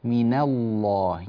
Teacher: رقق النور، رقق النون، لا تقل من الله، من الله. نعم، لفظ الجلالة مفخم لكن النون مرققة